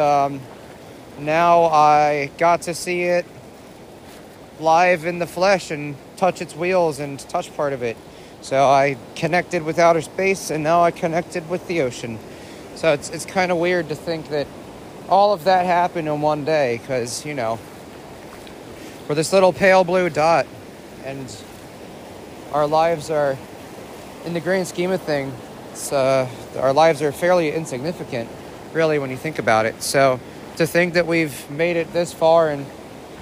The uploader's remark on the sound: a real time episode of me walking around Florida, specifically Kennedy space Center in Cocoa Beach